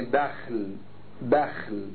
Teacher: فتح الباء وإسكان الخاء، يعني بخل، بخل، الباء مفتوحة والخاء مسكنة.